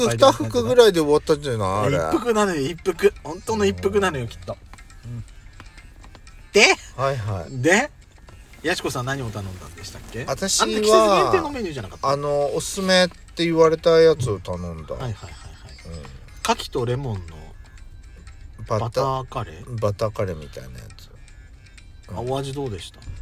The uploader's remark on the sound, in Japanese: 2人組。パーキング収録。